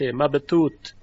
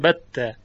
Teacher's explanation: بته به جای بثه میگن بته، مثل ت شنیده میشه و این لهجه عامیانه است، جزو لهجه های فصیح نیست.